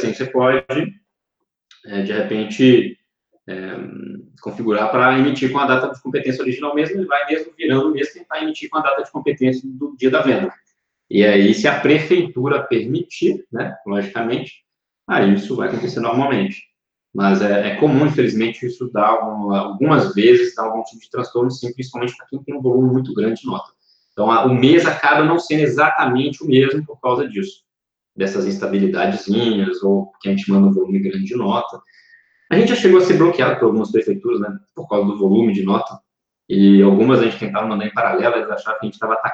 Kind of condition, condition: link, video call